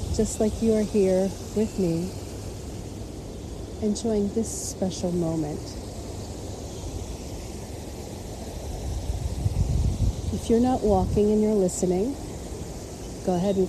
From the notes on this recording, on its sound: LIVE from Las Vegas Flamingo. In the Flamingo Wildlife habitat at the Flamingo Hotel in Las Vegas, Nevada, USA. This is a special on location Walk and Talk during our Mindfulness Summer Tour 2022. The plush green trees, the calming water and to enjoy the animals of the habitat.